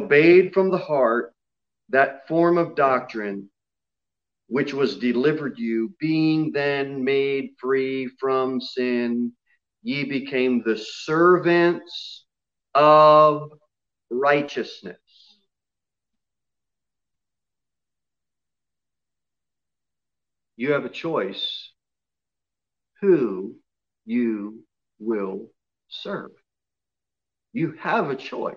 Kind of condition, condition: setting, large echoing room